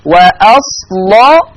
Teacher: ولا يطغى تغليظ حرف اللام على ترقيق الحاء